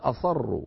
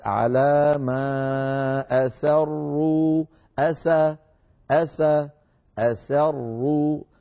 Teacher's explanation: فتبقى السين مرققة والراء بعدها مفخمة · Shown in: second take